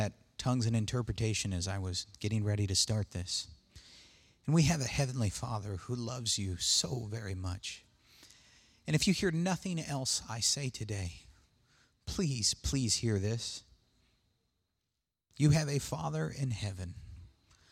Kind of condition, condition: setting, large echoing room